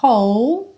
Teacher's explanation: Esse W do começo não é pronunciado, você pega direto do som do H, do arzinho. Então, whole, não pronuncia o E.